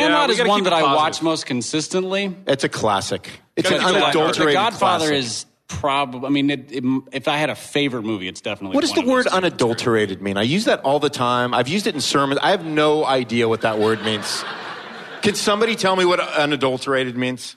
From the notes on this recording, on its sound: LIVE and in person at a hipster church in East Louisville. Enjoy this delightful interaction with listeners.